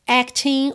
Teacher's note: o G final não é pronunciado